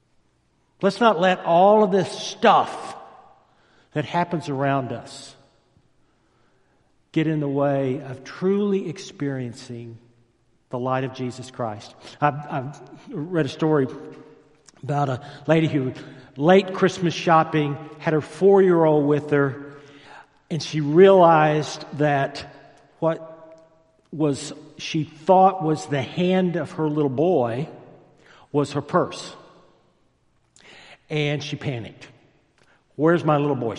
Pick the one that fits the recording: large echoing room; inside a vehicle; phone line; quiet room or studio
large echoing room